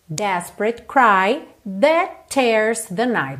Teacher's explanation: você liga o that no tears com um T só, that tears the night.